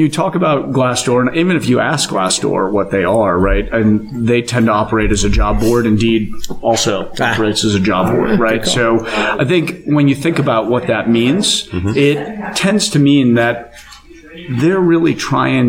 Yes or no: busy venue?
yes